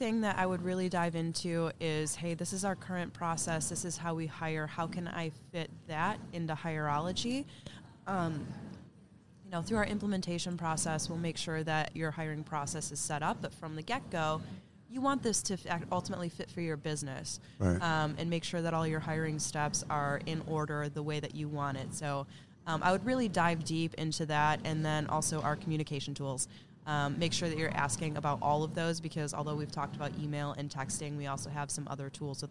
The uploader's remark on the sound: Live from SHRM 2022